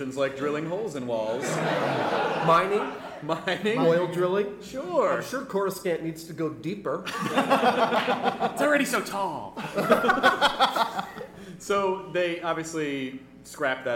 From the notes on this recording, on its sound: Joined us for our very first live podcast! This was recorded at Largo in Los Angeles. In front of a kick-ass crowd of delightful humans. We made it a little longer than a normal podcast by incorporating live performances and taking Q & A from them at the end.